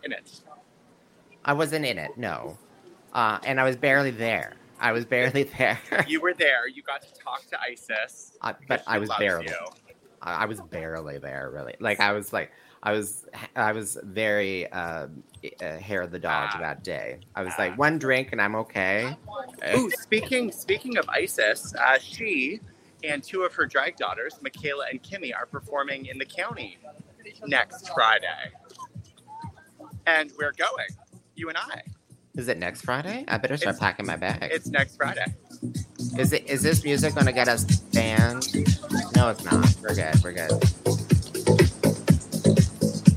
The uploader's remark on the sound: LIVE on location of the streets of Toronto